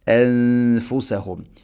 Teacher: ഇനി അൻഫുസഹും നൂനിനെ അവ്യക്തമാക്കി മണിക്കണം.